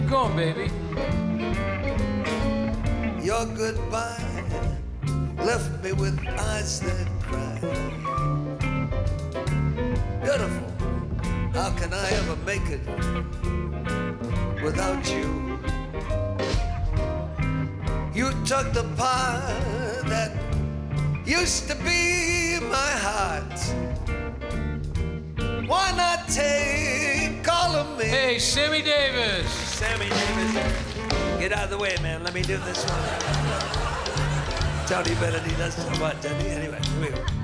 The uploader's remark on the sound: Live at the South Point Casino.